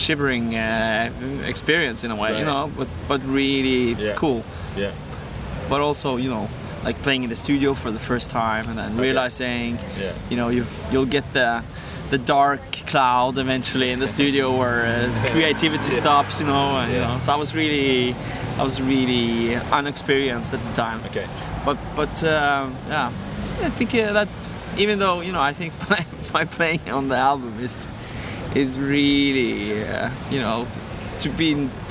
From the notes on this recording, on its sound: We really were rushed as our schedules only just matched up for an hour and we had difficulty finding anywhere quiet. We opted for the park down the way from Ronnies so the sound quality is not amazing and there is alot of background noise.